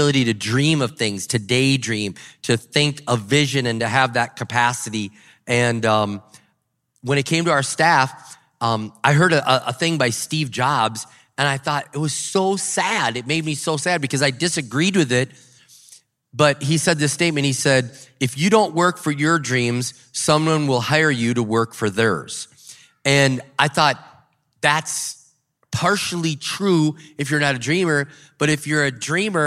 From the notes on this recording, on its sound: one of our breakout sessions from River Valley Conference 2023!